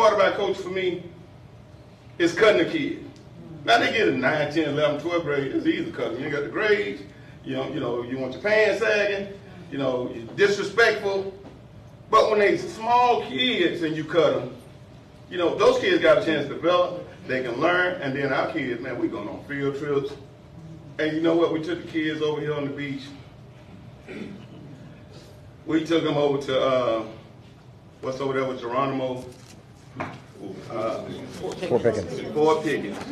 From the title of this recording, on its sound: Town Hall Meeting Remarks